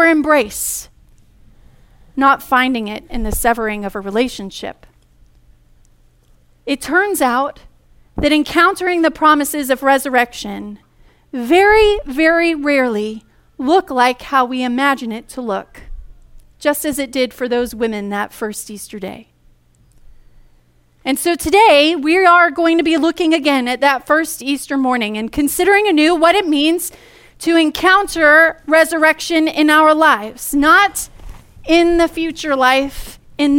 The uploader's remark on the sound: Easter message delivered during the Contemporary Worship service.